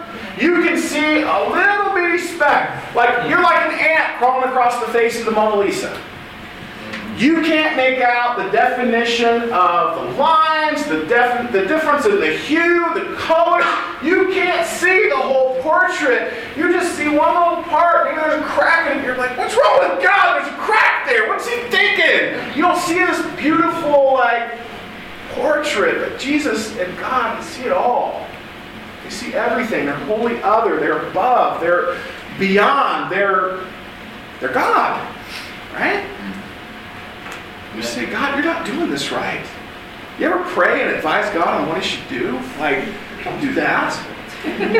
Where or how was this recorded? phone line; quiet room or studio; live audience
live audience